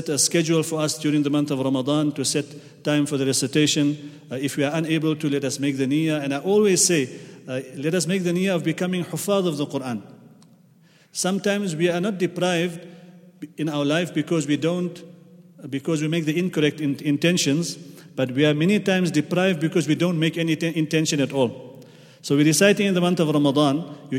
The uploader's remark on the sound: at the Houghton Masjid (West Street)